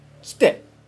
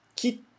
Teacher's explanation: Ki e o te tem um espaço, um vazio de som · Shown in: second take · Term: consoante dupla